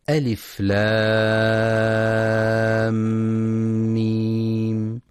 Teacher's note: إدخال الميم الساكنة بالميم المتحركة، بحيث يصيران حال النطق بهما ميما مشددة، فيكون إدغام كامل بغنة، يسمى إدغاما شفويا، وحرفه الميم فقط. · Term: الإدغام الشفوي